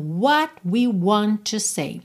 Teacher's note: esses T's não aparecem. A gente acaba tendo só um encerramento do som.